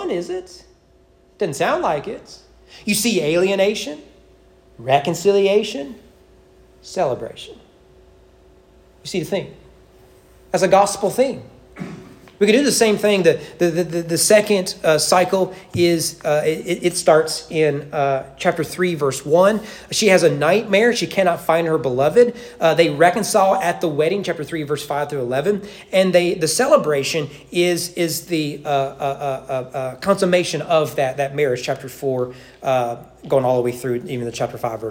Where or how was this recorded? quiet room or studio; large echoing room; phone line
large echoing room